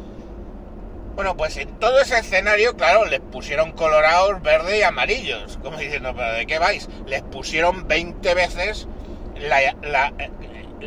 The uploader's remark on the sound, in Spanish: Iba conduciendo haciendo un programa sobre las mascarillas y me ha parado la guardia civil y ha quedado todo grabado. Solo se le oye al tipo.